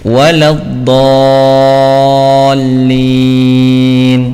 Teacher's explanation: Pada surat Al-Fatihah pada ayat yang terakhir ya, ada ya lam tasydid ya, waladdallin ya, lam tasydid ini juga tanpa gunnah ya, lam tasydid tanpa gunnah, jangan sampai ditahan, waladdallin, ini bacaan salah ya, yang betul lam tasydid tanpa gunnah ya, waladdallin, seperti itu.